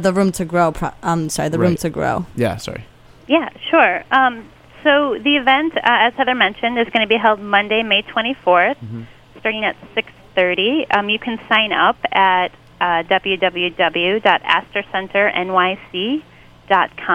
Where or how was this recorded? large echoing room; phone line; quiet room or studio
phone line